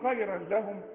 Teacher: التنوين بقى اللي بعده لا ما تغنوش